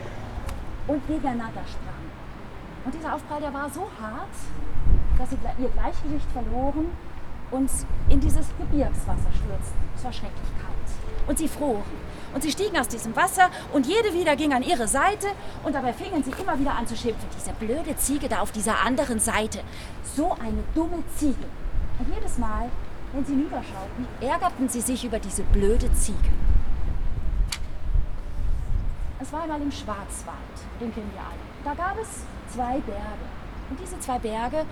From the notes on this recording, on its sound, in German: Friedenskundgebung Müllheim, 8. April 2022. Etwa 15 Friedensaktivistinnen und Aktivisten vom Müllheimer Friedenskreis mahnten bei starkem Wind und wenig Laufpublikum zum Ende aller bewaffneten Konflikte.